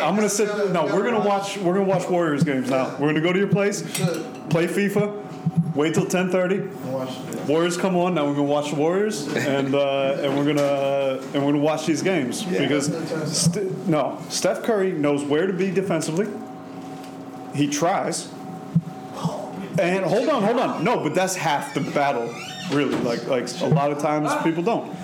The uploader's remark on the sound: Recorded from Pompette Wine Shop in Harlem, New York. Please forgive extraneous noise.